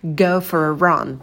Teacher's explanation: в слове run будет краткий звук а, очень быстрый, рот минимально открываем и проскакиваем этот краткий а как можно быстрее.